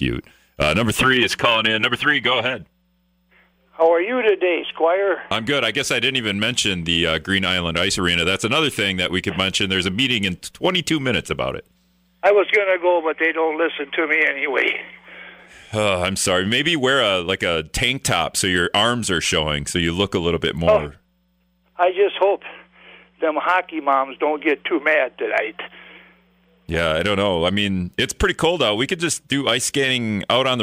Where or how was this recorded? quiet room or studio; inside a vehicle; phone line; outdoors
phone line